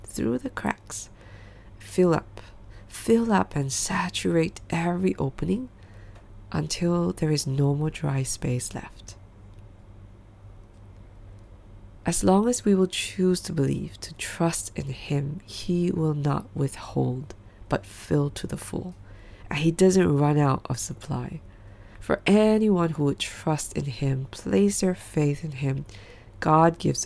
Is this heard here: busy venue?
no